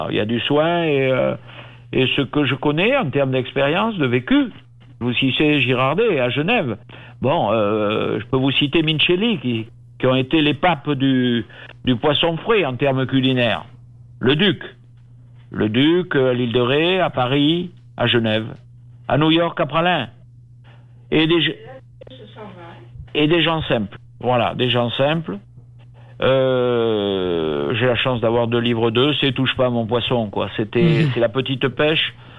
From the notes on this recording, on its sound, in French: En direct et par téléphone